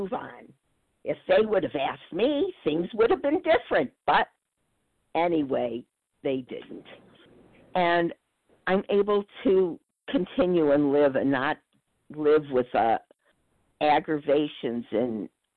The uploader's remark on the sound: 100 Pounders Phone Meeting